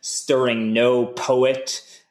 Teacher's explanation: that no doesn't get a proper metrical stress. So you have to put a non-metrical stress on it